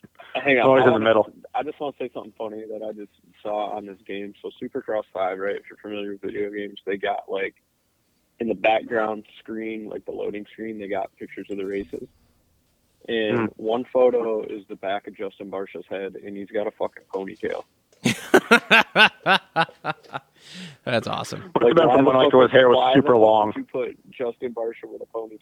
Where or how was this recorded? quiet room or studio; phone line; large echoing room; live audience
phone line